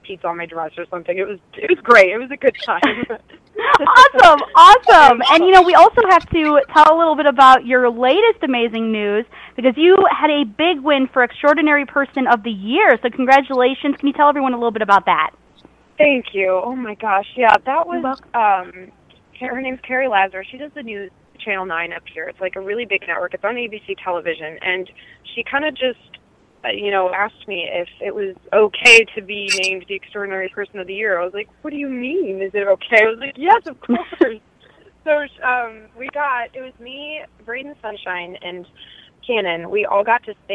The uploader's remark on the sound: Special Call In Guest joined us